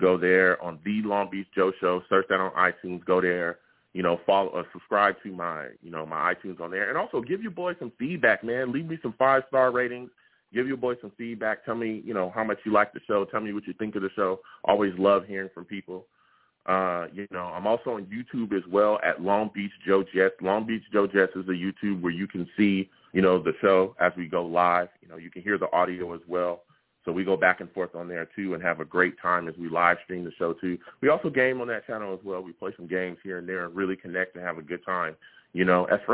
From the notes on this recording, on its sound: I take live callers!